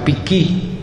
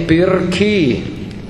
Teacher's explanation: Noi quando parliamo la R non la pronunciamo, la associamo alla consonante successiva raddoppiandola · Shown in: first take · difatti noi diciamo picchi, invece Rosolini è pirchi. · Term: mutazioni fonetiche